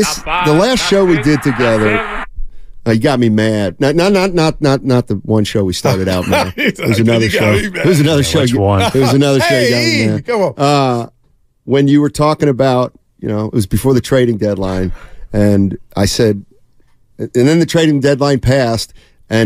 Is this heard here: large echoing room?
no